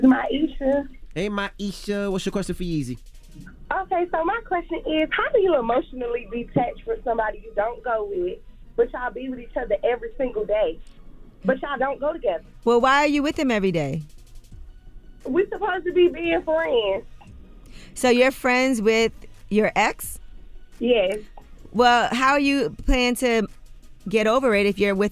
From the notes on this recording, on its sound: Today on the show we opened the phone lines to see if our listeners really cared.